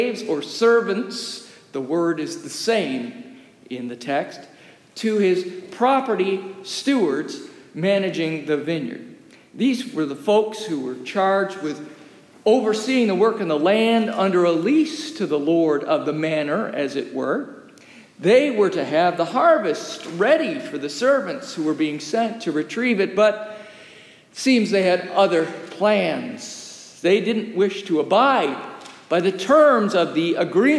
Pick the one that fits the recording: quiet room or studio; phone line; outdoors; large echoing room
large echoing room